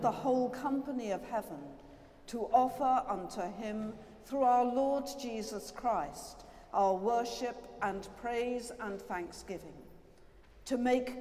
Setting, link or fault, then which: setting, large echoing room